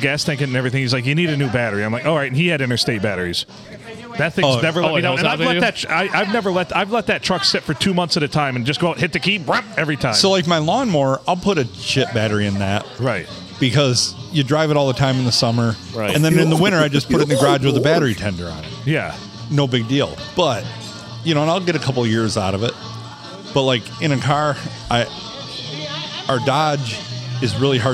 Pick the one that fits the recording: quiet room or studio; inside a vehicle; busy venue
busy venue